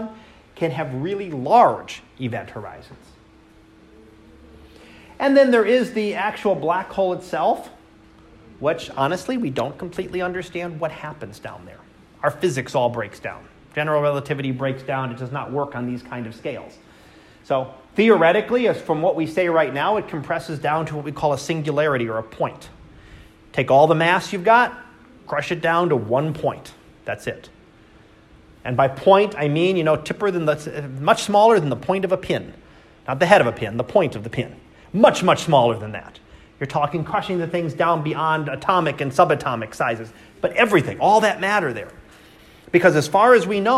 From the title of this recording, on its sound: Live Class Lecture